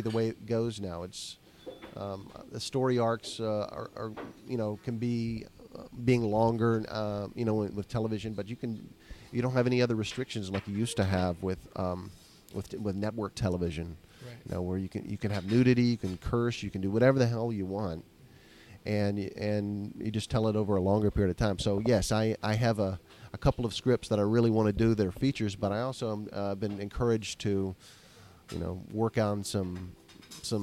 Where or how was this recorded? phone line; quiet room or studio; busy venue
busy venue